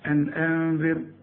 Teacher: أنذر هنا الراء رققها لأن الراء الساكنة اللي قبلها مكسور